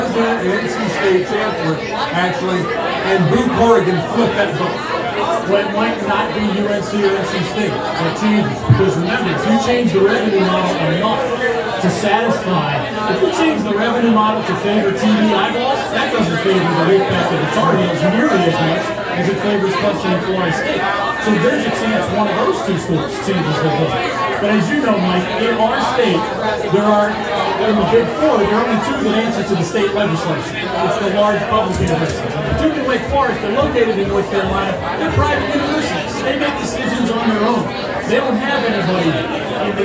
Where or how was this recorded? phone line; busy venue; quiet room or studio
busy venue